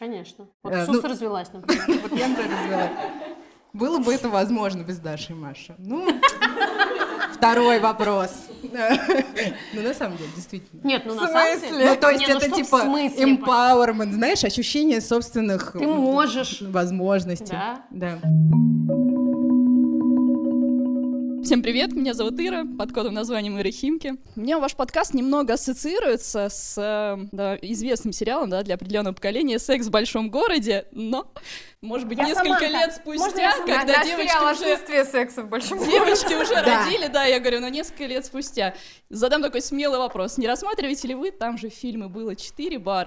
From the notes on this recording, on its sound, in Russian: Этот эпизод — новогодняя елка «Бережно к себе» и первая камерная открытая запись вместе с 30 слушательницами нашего подкаста. Настоящий звонкий смех.